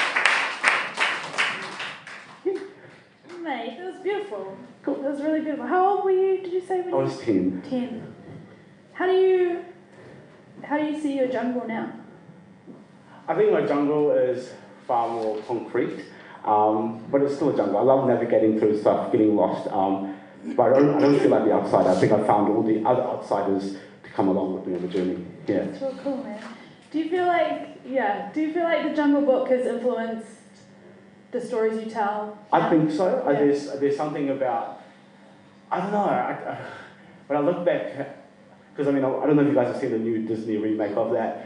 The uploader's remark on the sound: Recorded live at The Basement Theatre, 29 June 2017.